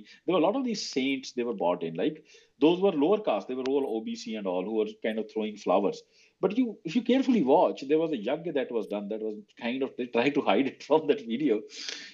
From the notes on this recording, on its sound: recording of a twitter space